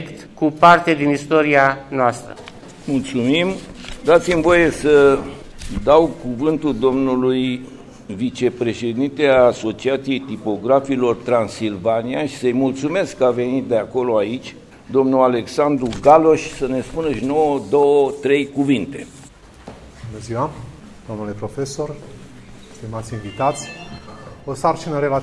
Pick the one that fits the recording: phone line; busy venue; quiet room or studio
busy venue